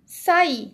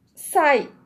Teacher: Sair, duas sílabas, duas vogais, A, I. Sai, uma sílaba, uma vogal e uma semivogal. Ai. O sair, você, por causa do acento no i, você pronuncia sa, i.